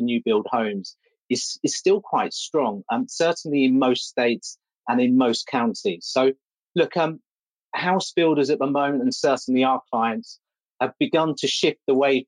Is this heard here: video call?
yes